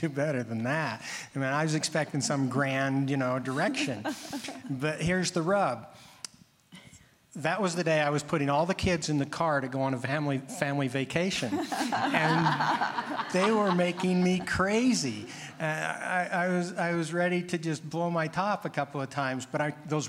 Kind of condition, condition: setting, live audience